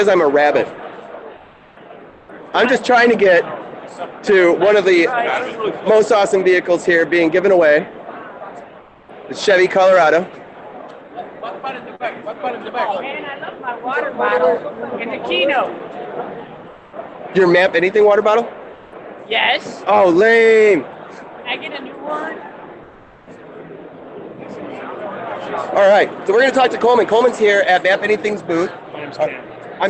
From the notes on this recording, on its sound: live at Dreamforce 2017